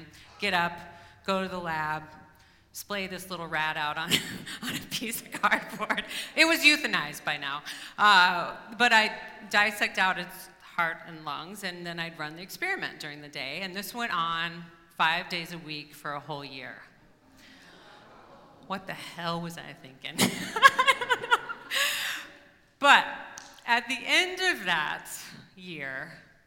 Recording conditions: live audience